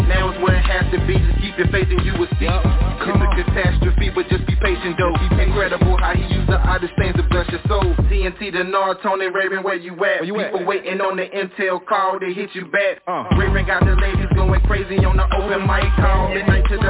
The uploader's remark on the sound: TNTSuperfantastic Conference Call.